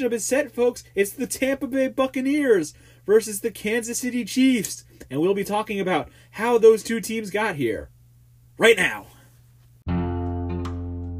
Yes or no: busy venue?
no